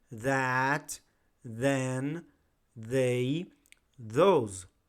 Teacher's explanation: the friction occurs between the tip of the tongue and the top front teeth · Term: voiced TH